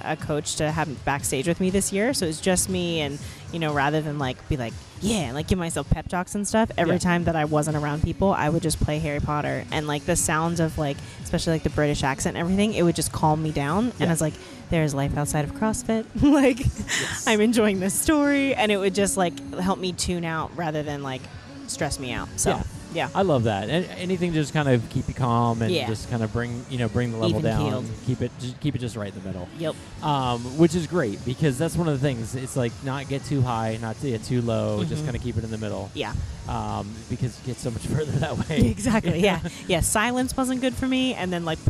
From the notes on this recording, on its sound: LIVE from the CrossFit Games. In Vendor Village of the CrossFit Games.